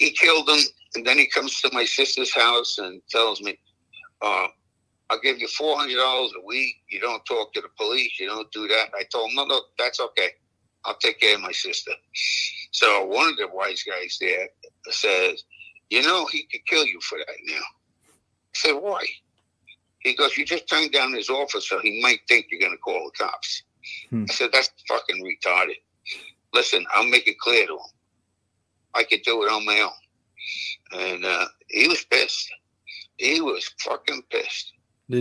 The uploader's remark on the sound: On the phone during this interview due to not waiting for his face to be seen.